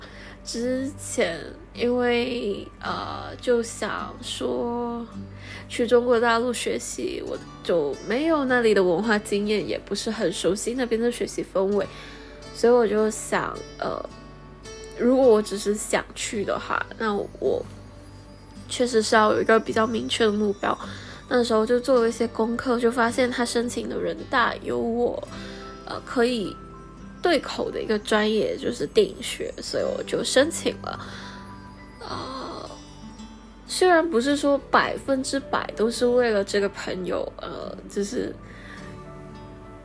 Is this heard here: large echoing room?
no